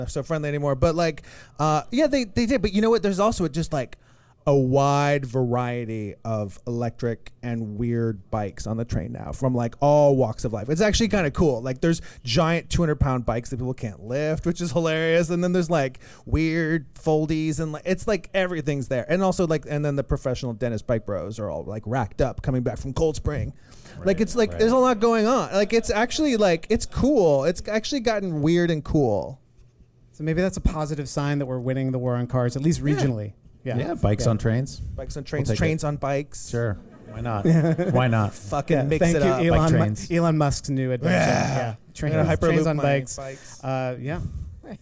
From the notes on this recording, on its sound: The War on Cars recorded a live show at Caveat on the Lower East Side of Manhattan.